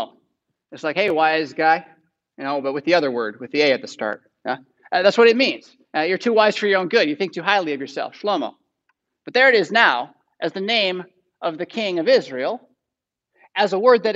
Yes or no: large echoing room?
yes